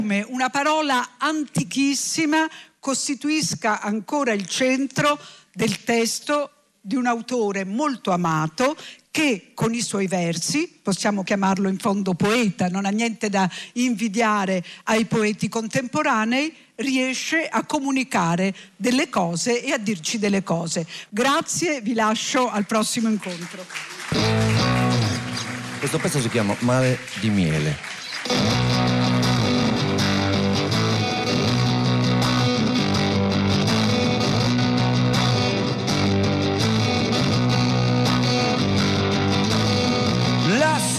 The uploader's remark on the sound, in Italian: Speciale dal Festival della Lingua Italiana di Lecco.